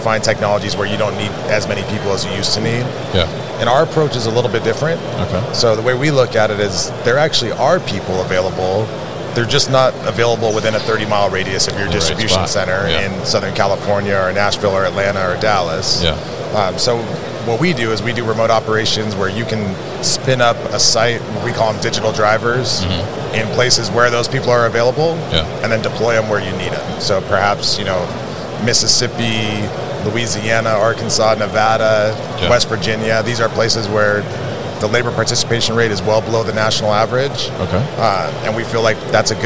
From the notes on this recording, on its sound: at MODEX 2022